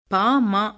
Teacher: பா, மா ஆகியவற்றை இரண்டு இதழ்களும் பொருந்த உச்சரிக்கின்றோம். ஆகவே இவற்றை ஈரிதழ் ஒலிகள் என்பர்.